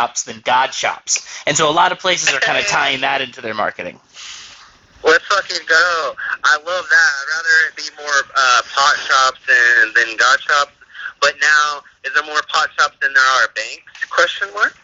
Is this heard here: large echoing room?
no